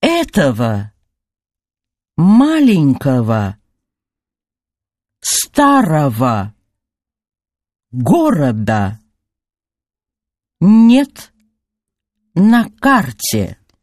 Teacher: với vĩ tố ого, trong tiếng Nga, khi đọc, ta cần phát âm là аво